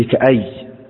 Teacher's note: يبقى لو أنا أقف عليها كده حقول كأي كأي، بقف عليه يه منونة وقفت عليها حذفت التنوين في النطق